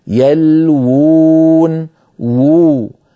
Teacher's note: يلوون فيها واوان، الواو الأولى مضمومة والواو الثانية ساكنة مدية، يلوون وو. ففي الخط ذكرت لكم وأكرر دائما، لم تكن العرب في زمن النبوة يجمعون في الخط بين واوين أو ألفين أو ياءين، فلذلك كتبوها بواو واحدة وهم ينطقونها، كتبوها بواو واحدة وهم ينطقونها بواوين، يلوون.